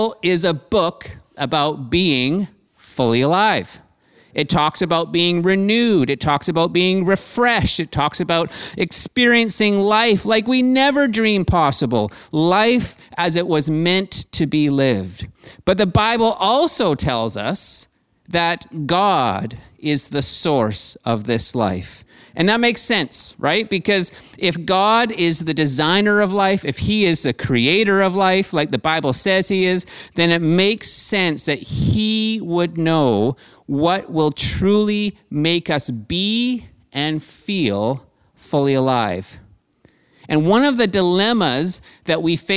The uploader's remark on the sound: Streamed on January 10, 2021 at THRIVE Church Vancouver, Canada. Church Online is a community based in Greater Vancouver Area.